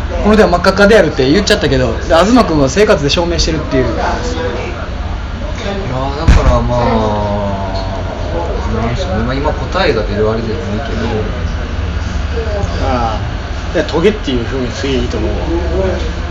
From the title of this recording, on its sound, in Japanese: トークイベント後の打ち上げにて